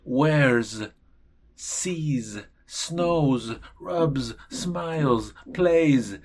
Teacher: Por favor, noten, mi S es como una zetita